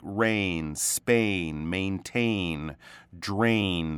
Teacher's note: You really need to open up your mouth. A lot of it is actually coming out through your nose as well. You get that mm, that nasal. · Term: nasal sound